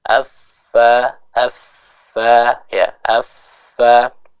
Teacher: bibir bawah tapi yang bagian dalam bertemu dengan gigi seri bagian atas. Ini adalah tempat kita mengucapkan huruf fa.